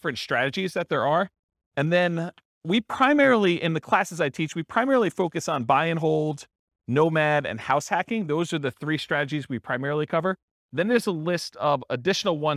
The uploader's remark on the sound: This was a live class recorded